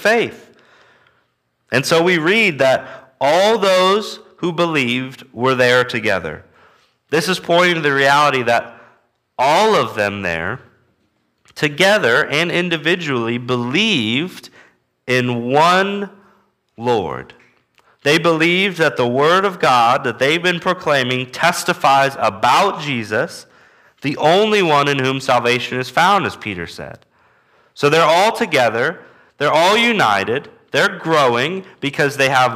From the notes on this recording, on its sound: Walking through the book of Acts at Immanuel Baptist Church in Newton, KS.